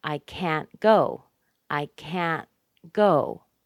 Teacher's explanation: Yes, you hear it on go, but you also hear it on can't. The vowel sound isn't reduced, and the intonation is still high. It's as high as the verb. This is the only modal that is always stressed.